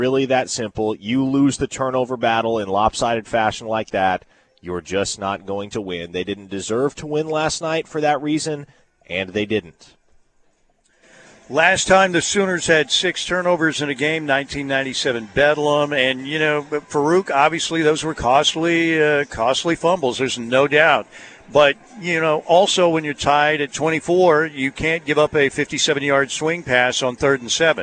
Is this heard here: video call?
no